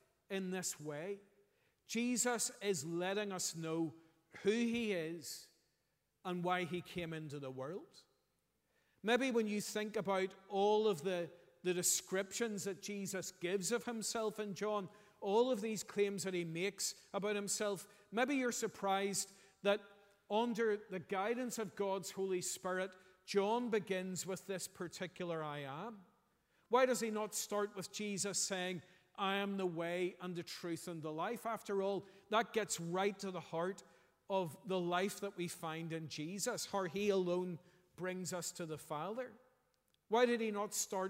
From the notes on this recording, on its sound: preached at our morning harvest thanksgiving service